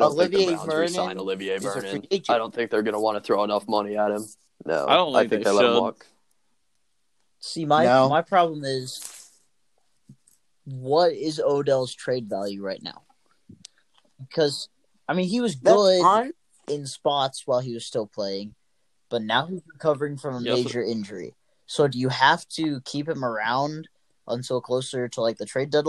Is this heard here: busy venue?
no